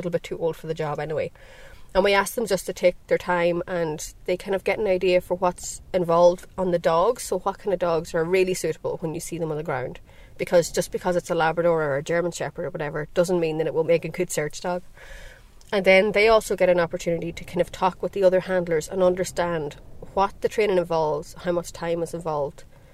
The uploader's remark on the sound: Walking the Connemara hills with SARDA Ireland. I spent a few hours being their dogsbody, that is, acting as a 'missing person' for the dogs to find.